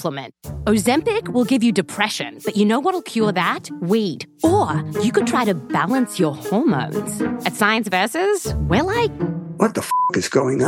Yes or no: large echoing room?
no